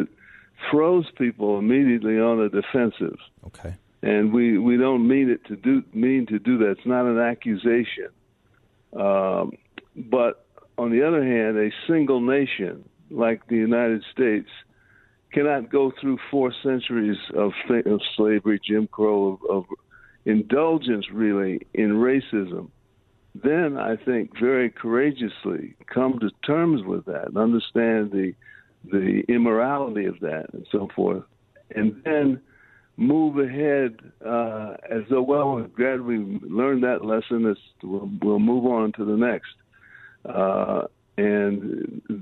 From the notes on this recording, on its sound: Join the show by phone.